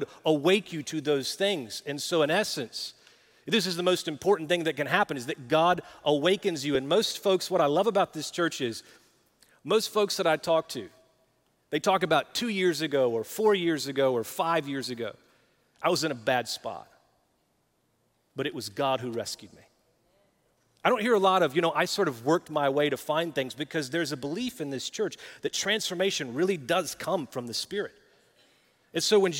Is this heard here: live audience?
yes